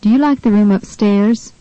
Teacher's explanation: The second syllable in the word upstairs is stressed in the question since it contains main information stress.